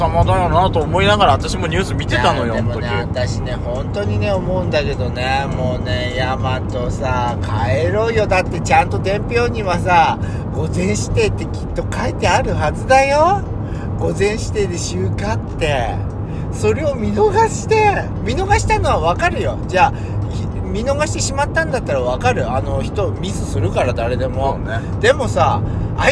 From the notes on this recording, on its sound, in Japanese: ドライブ収録 #ロードノイズごめんね